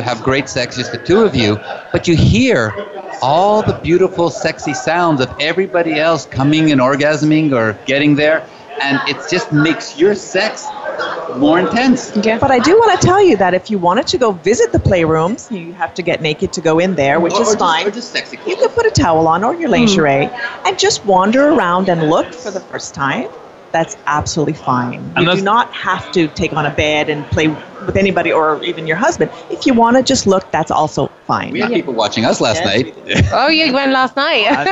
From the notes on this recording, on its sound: Live from Naughty in N'Awlins, the largest lifestyle convention for couples, in the world. With over 2,000 guests this event is not only a full takeover of one of the French Quarter's biggest hotels, it takes over Bourbon Street too.